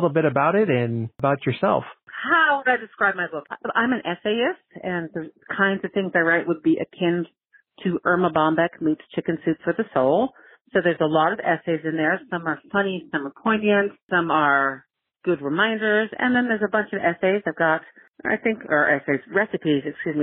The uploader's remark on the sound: I have a phone interview